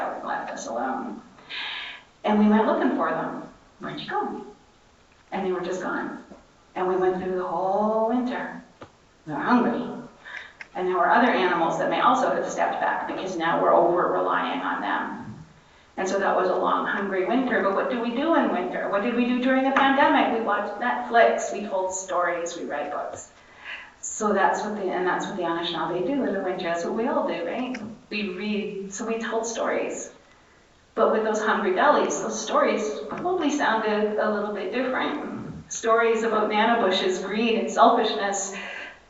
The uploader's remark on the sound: session recorded at Socialism 2022